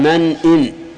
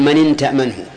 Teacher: يجب الإظهار لأن همزة همزة قطع · Shown in: first take